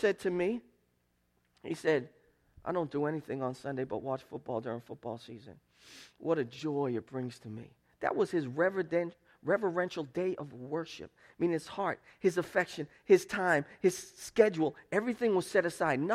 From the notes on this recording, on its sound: Preached at Restoration Road Church on April 30, 2017. 4 Oak Street in Wakefield, MA.